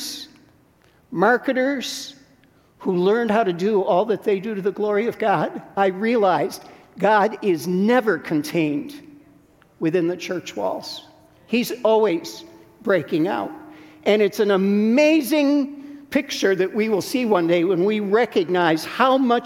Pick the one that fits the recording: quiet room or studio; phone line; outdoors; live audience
live audience